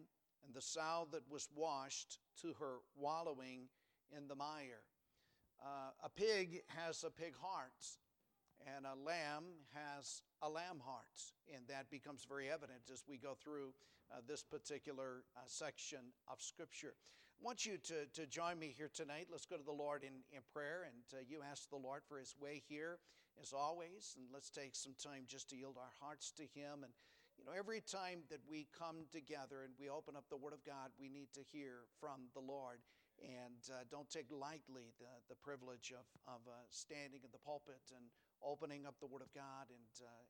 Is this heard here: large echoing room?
yes